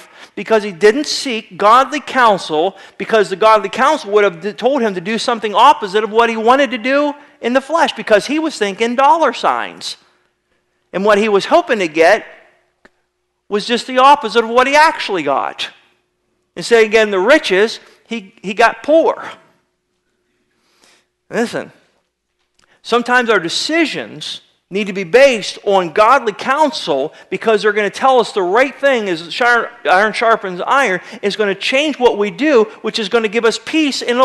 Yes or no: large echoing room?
yes